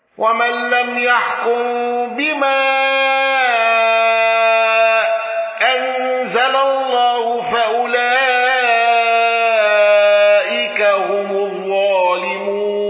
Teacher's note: الأزرق بالإشباع واندرج معه النقاش وحمزة